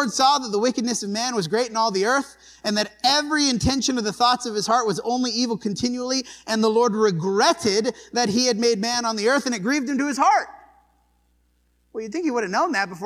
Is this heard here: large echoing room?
yes